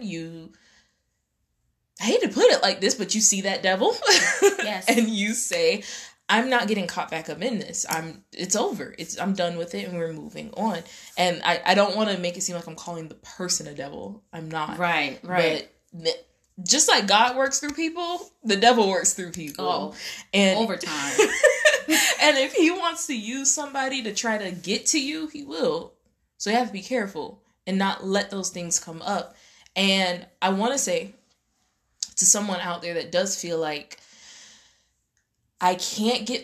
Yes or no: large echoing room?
no